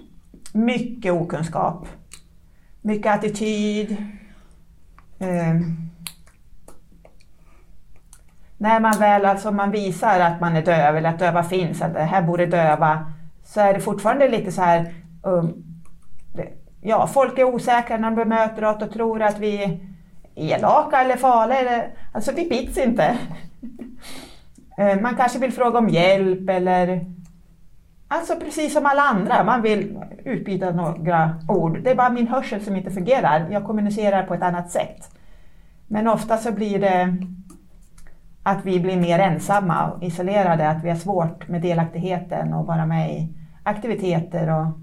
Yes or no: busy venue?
no